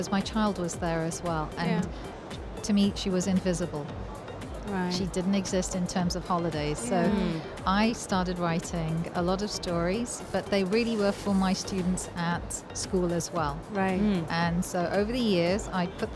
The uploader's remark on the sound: Live from SIBF 2023